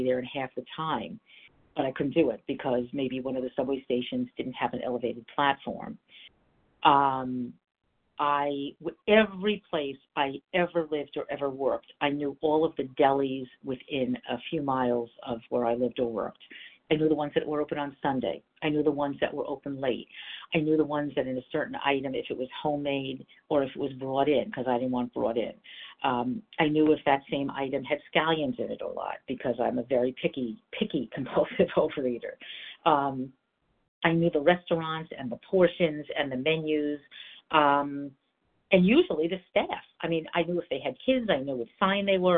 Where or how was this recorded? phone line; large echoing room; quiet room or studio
phone line